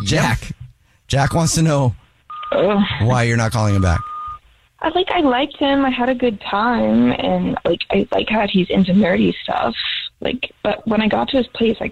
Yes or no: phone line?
yes